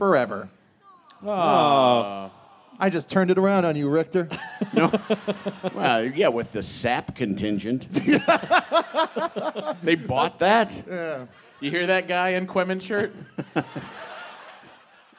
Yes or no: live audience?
yes